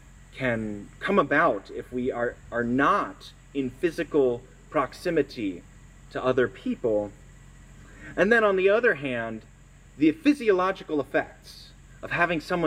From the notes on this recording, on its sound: Sermon recorded at our outdoor worship service on September 4, 2022.